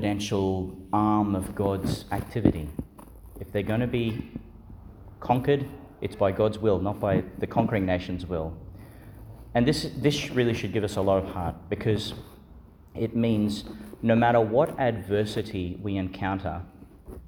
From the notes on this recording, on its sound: delivered Our Lady Star of the Sea Church, Gladstone, Qld.